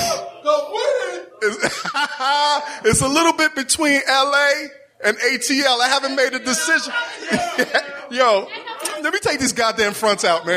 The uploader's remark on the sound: the live recording of The Combat Jack Show LIVE